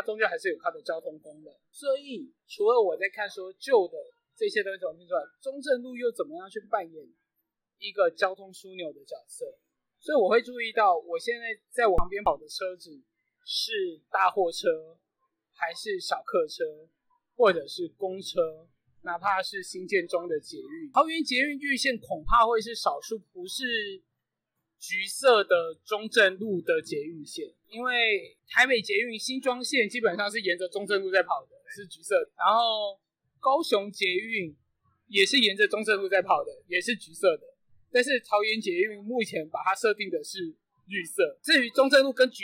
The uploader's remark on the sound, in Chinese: 這次錄音是在外頭，發現意外熱鬧的咖啡廳裡錄的，所以有些背景雜音請見諒…此外，為了修掉這些雜音加上錄音設備沒那麼好，所以品質部分再次請見諒…